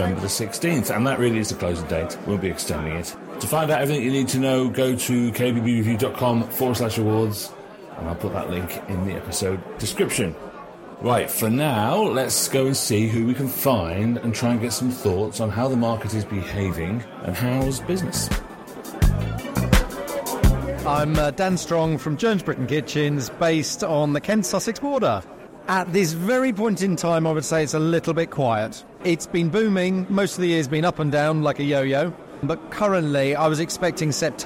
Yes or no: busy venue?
yes